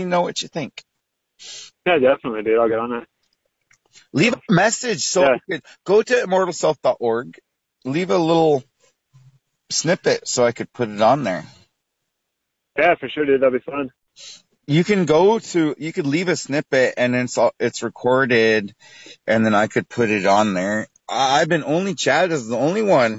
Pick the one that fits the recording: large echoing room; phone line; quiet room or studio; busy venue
phone line